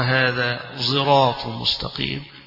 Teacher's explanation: ويقرأها خلف عن حمزة بإشمام الصاد زايا